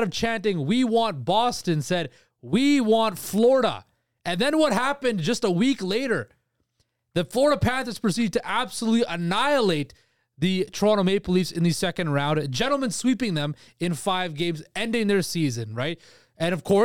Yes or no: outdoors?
no